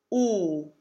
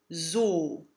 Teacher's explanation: The German closed O is, as I like to say, super closed. O, the lips must be really rounded, and the vowel is as close to an oo as you can get without actually singing oo